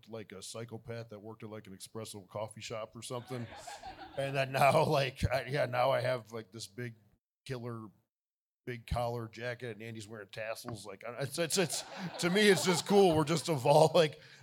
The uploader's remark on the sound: Live (ish) from Joe Bob's Jamboree. Live in front of a studio audience. This took place on the 2nd day of Joe Bob’s Jamboree in Memphis.